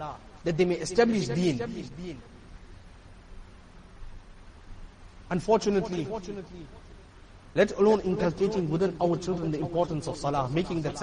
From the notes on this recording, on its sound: Jumuah lecture